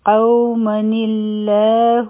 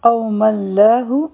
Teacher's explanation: د نون د لاندې کسره ولګو، او د الله کې چې کوم لام دی، د هغې د سکون سره به یو ځای کړو · Shown in: first take · Term: نون ساکن